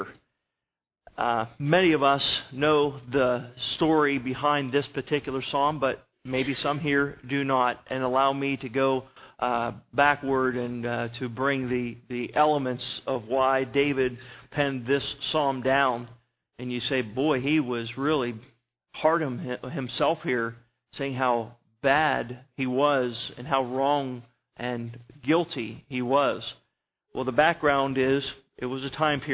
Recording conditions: large echoing room